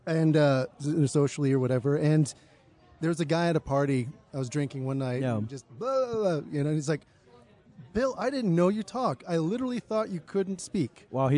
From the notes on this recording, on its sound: The Comix Zone had him cornered at The Wyoming Pop Culture Con 2023, and though it was a live stream.